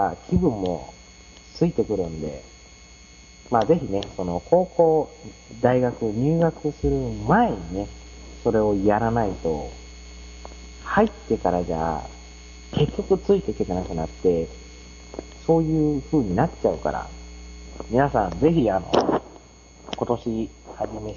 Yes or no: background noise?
yes